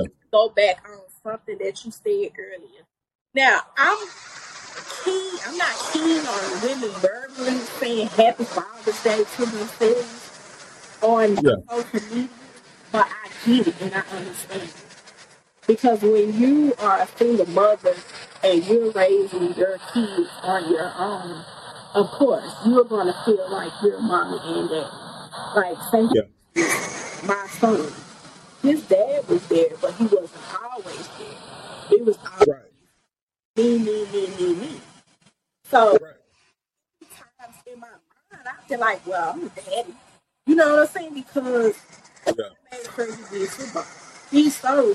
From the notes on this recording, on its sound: (Warning) technical issues with sound.